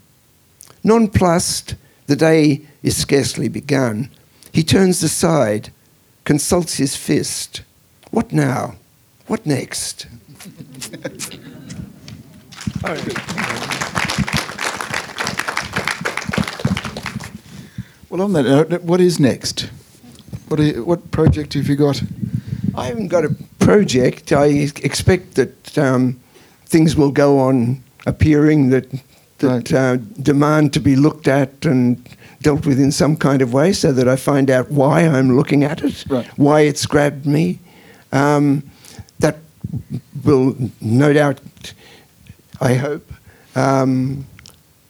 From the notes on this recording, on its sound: This is a live recording from our event.